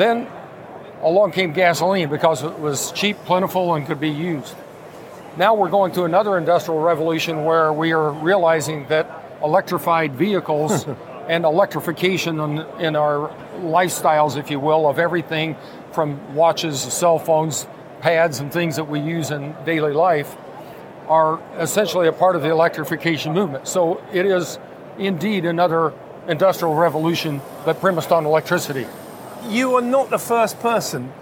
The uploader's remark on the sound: A 15 Minute Walk & Talk Episode. This is a 15 minute walk and talk we recorded at the show (initially shared as a video on my LinkedIn channel).